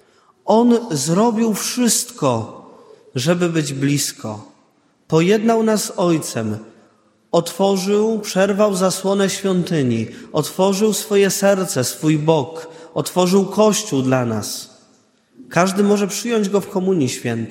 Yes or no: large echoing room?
yes